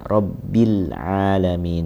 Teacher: Hati-hati di sini dalam pengucapan rabbil alamin, jangan ada pantulan di huruf lam ya. Jangan ada pantulan, jangan rabbil, rabbil.